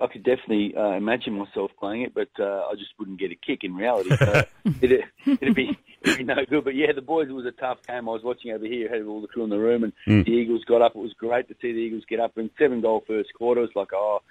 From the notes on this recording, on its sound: on the phone